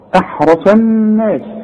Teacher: احرص الراء مفخمة والصاد مفخمة